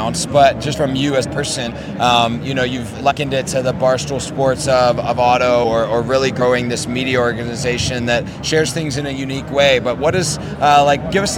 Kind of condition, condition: setting, busy venue